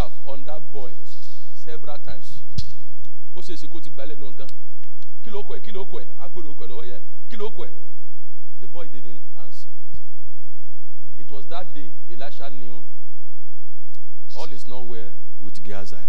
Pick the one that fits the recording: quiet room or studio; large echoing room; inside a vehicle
large echoing room